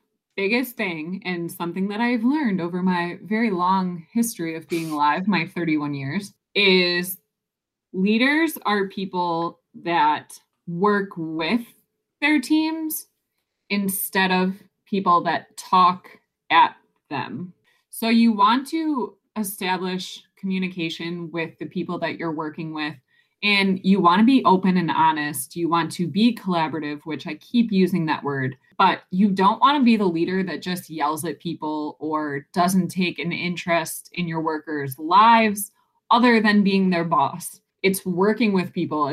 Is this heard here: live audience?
no